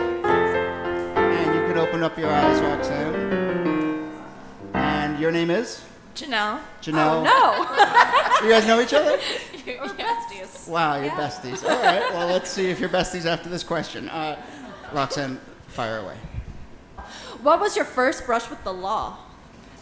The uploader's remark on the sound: Ask Roulette is a conversation series in which strangers ask each other questions on stage. This excerpt is from our August event at Housing Works Bookstore in New York City. Several audience members.